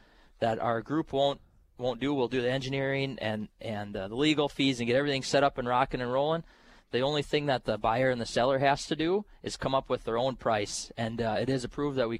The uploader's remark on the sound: North Dakota Farmers Union Convention. Live at the NDFU Convention.